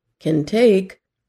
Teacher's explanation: In can take, the word take should be said a little louder and longer than can. · Term: word stress